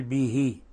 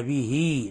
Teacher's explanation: هذه الصلة يعني نصل الهاء صلة صغرى · Shown in: second take · وهذه يعني تفريقا لها عن الكسرة، فلا نقول به وإنما به، نشبع الكسرة.